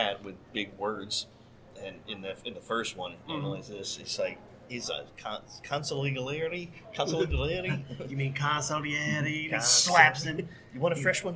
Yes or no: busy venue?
yes